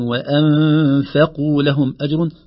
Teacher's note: ترقيق الغنة وترقيق الفاء قبل القاف المفخمة